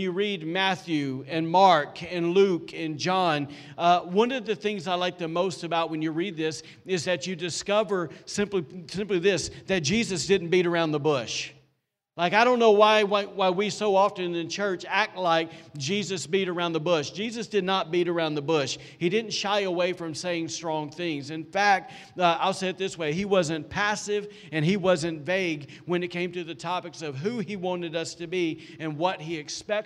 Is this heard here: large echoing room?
yes